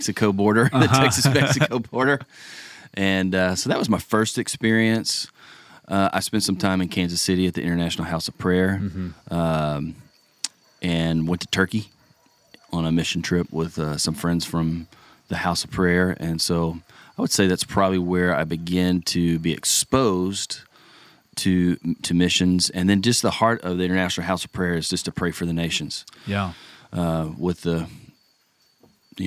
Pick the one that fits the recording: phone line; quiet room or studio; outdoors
outdoors